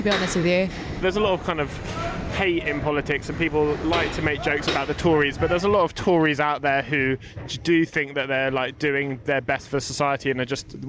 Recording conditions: outdoors